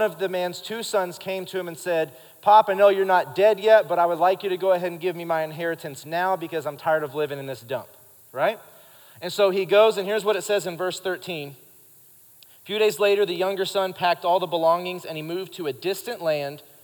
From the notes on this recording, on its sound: Recorded live during our Wednesday night service